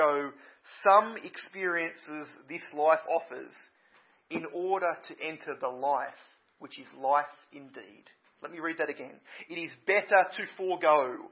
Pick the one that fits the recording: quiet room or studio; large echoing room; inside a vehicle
large echoing room